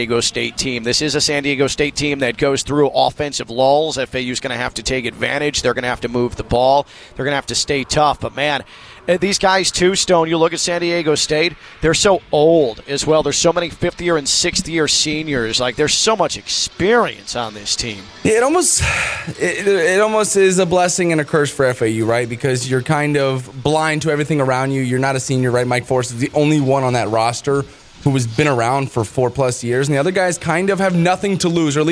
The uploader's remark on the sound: LIVE from NRG Stadium in Houston